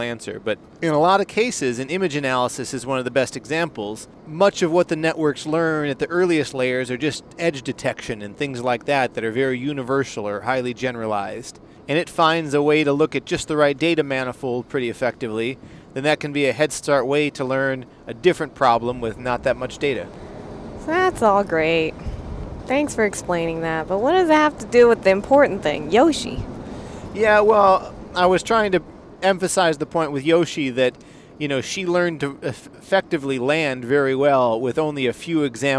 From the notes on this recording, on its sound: On a long car ride